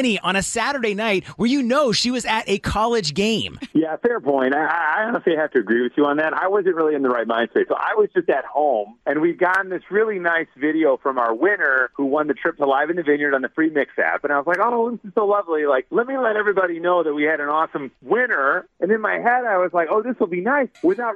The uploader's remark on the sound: had listeners call